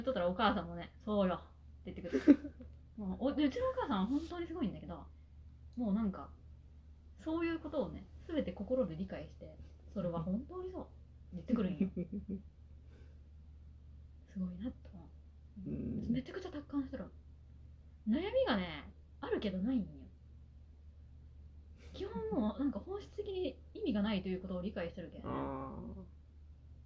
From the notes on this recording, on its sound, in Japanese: 音質がかなり悪いです。